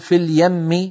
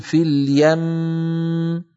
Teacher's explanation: بدل ما نقول في اليم نقول في اليم، وهكذا نطول الميم، نطول زمن الميم، نطول غنة الميم · Shown in: second take